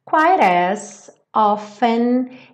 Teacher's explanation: no inglês americano, o T do often não é pronunciado · Term: letra muda